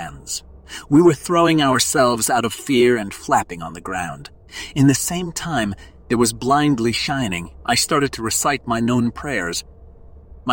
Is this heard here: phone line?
no